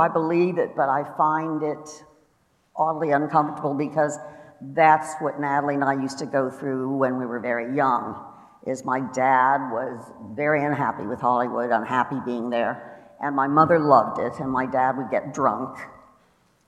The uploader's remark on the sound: Live at CrimeCon